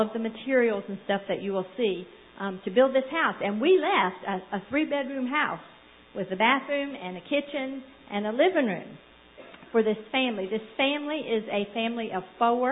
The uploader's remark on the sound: Sunday Evening Service.